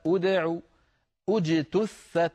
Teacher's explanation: لاحظوا الحرف الثالث وهو التاء مضمومة، فلذلك ضممنا الهمزة عند البدء · Term: همزة الوصل